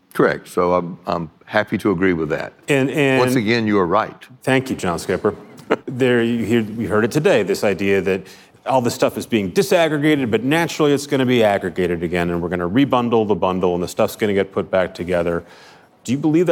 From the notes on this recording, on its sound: live from Code Media 2019